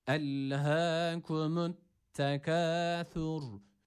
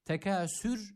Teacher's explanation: Burada keskin olan sin harfi yok. Burada peltek olan S harfi var. · Shown in: first take